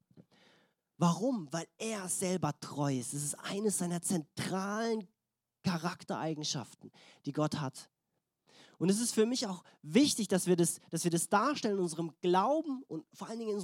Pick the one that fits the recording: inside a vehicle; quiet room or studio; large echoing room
large echoing room